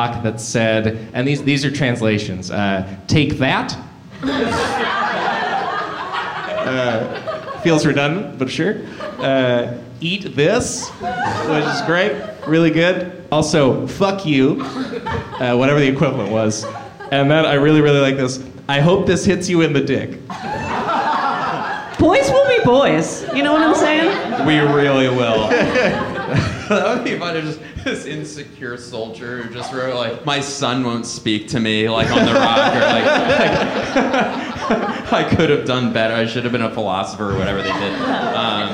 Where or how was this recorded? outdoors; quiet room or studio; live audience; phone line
live audience